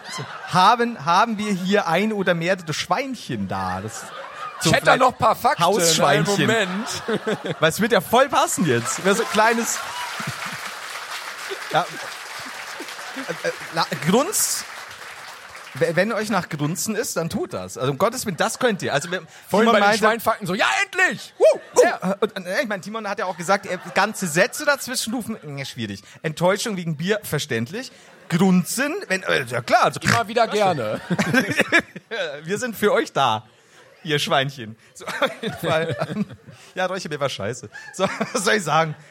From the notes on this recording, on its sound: Live in Stuttgart.